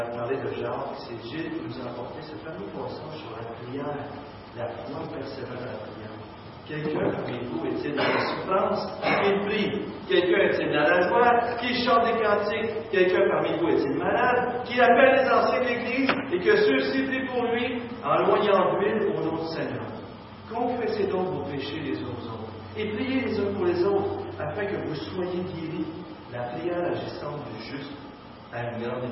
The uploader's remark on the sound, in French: Mauvaise qualité sonore